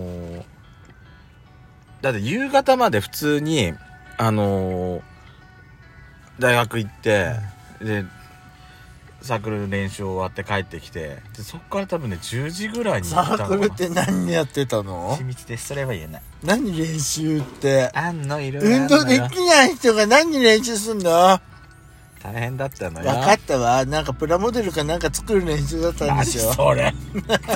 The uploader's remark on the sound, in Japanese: パーキング収録